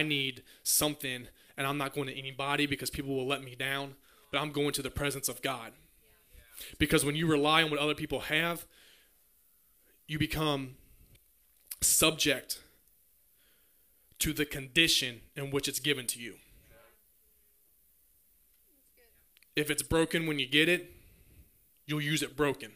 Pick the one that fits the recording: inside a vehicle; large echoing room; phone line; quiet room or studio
large echoing room